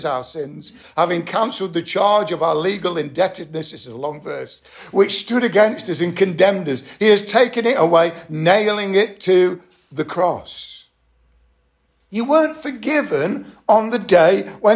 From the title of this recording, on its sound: Estuary Elim Church Ashingdon Evening Service